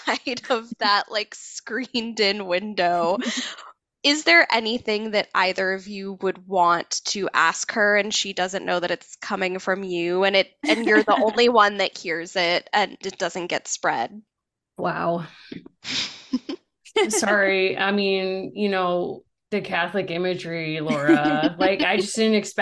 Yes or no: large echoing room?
no